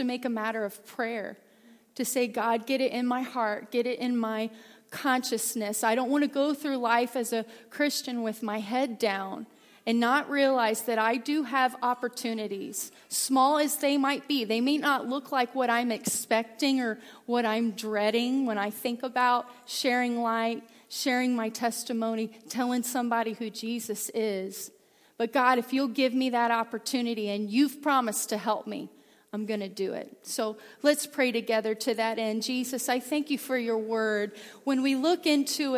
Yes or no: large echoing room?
yes